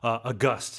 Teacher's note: the stress is on the second syllable